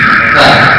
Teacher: Sekarang ujung lidah kita menyentuh ujung gigi.